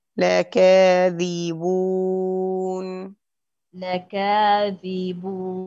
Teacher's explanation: ضيق فرجة الضم قليلا عشان ما يخرجش الحرف معايا مفخم